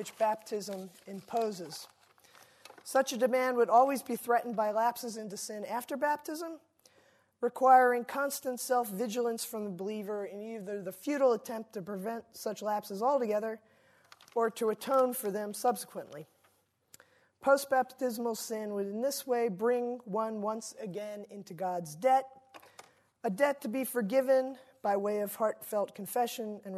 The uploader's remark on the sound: Delivers the Gifford Lecture entitled "Chained to the Past". Recorded 3 May 2016 at the University of Edinburgh's George Square Lecture Theatre.